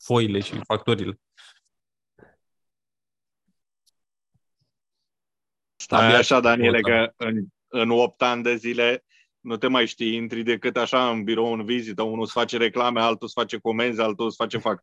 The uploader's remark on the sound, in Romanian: Conferinta Zoom Saptamanala EcomSchool